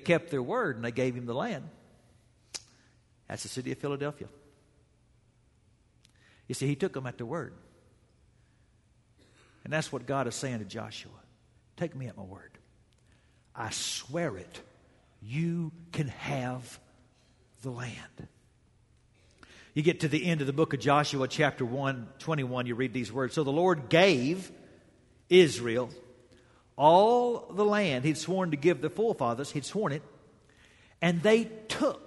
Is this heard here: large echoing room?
yes